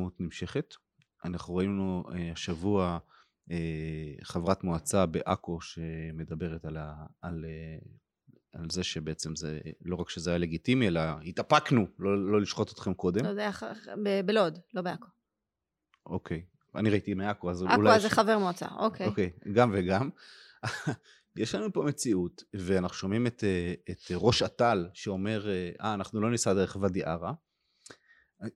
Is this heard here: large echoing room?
no